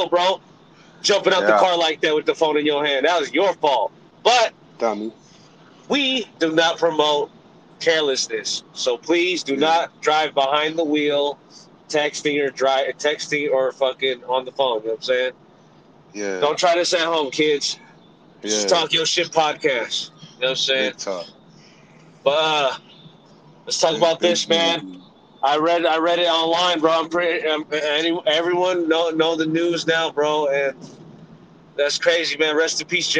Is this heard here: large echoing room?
no